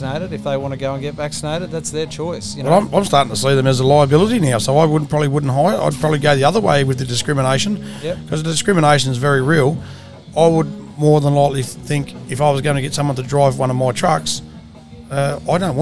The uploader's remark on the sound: Recorded from the Bogan Media Mobile Studio van during the Worldwide Rally for Freedom at the Supreme Court Gardens in Perth Western Australia.